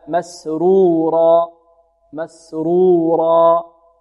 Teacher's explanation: وينقلب إلى أهله مسرورا مسرورا، والراء هنا مضمومة، في مسرورة مفخمة، وكذلك الراء هنا بعد الواو مفتوحة تفخم كذلك، وهنا الألف تمد بمقدار حركتين، لا نقول مسرورا مسرورا، لا، والألف تفخم. لماذا؟ لأن قبلها مفخم، وهي تتبع ما قبلها